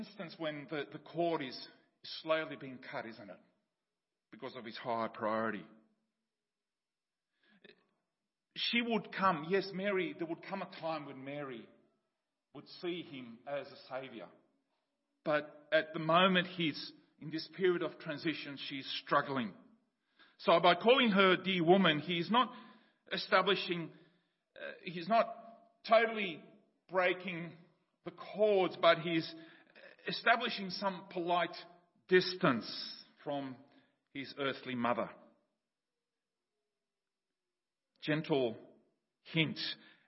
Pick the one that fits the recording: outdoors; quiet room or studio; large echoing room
large echoing room